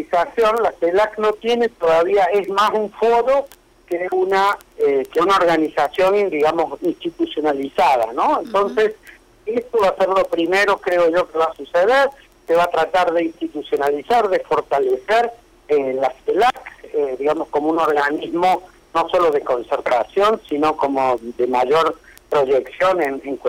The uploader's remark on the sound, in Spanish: En entrevista telefónica